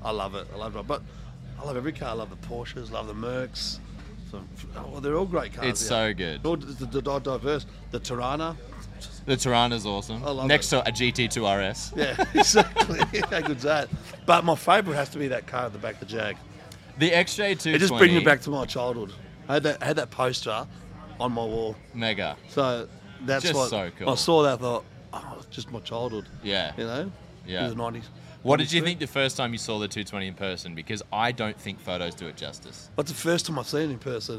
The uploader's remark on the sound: Coming to you LIVE from YTG Cars and Coffee! A new location filming live at our YTG Cars and Coffee event we held just a week ago, here at the showroom.